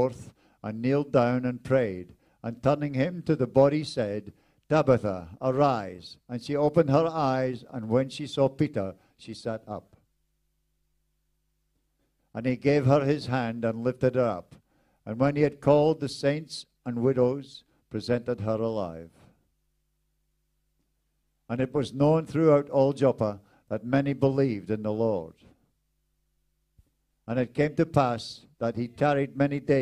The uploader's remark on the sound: This teaching was extracted from our Live Church Service